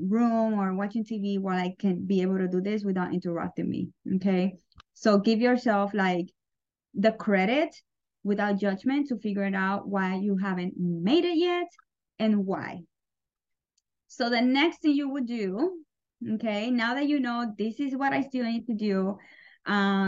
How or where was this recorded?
video call